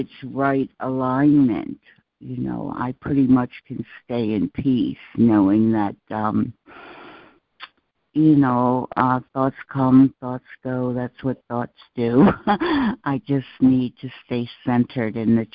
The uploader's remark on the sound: ACIM Daily Conference Call